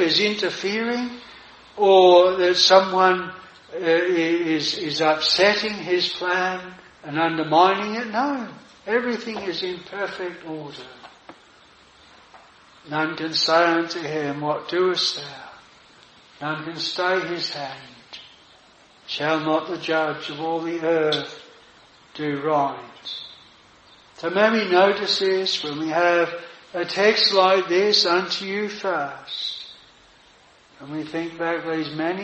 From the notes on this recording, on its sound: This sermon was preached at Jireh Chapel Tenterden